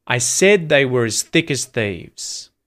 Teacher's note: As almost disappears, right? You can barely hear it.